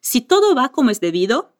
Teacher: la V y la B tienen el mismo sonido, B.